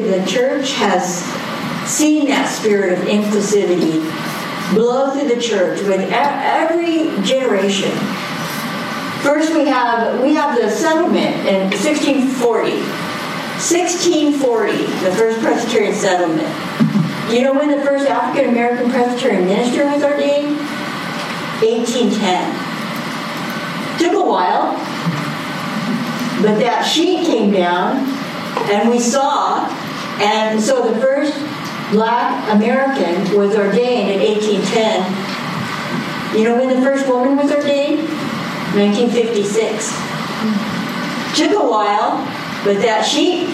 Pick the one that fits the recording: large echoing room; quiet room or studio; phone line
large echoing room